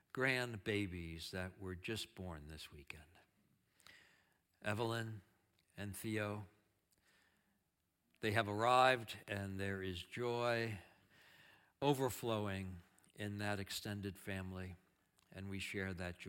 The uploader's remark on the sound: Audio of our worship service on Mother's Day, 5/24/23. Streamed live from our campus in Westlake Village, CA.